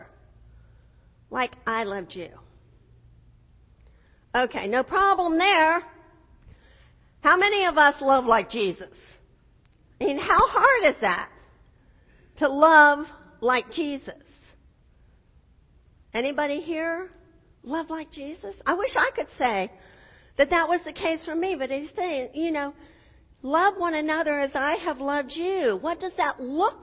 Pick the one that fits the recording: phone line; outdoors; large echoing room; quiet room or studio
large echoing room